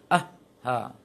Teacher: Dan rakhawah, mengalirkan suara. Rokhwah, ha, jangan tertahan suara.